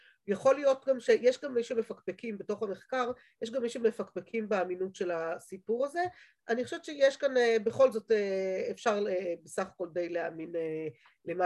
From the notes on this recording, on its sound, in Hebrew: שהועבר והוקלט בזום עם תלמידות מדרשת שחרי